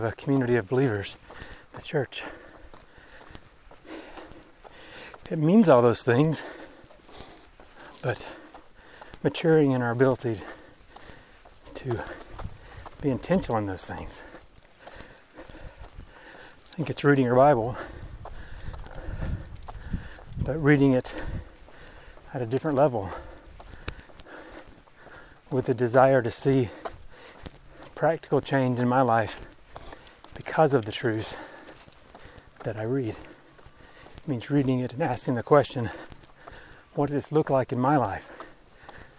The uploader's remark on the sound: I have lots of time to think while walking the dog. Recently I am also carrying a 10kg pack while walking so a recorder was easy to stick on top!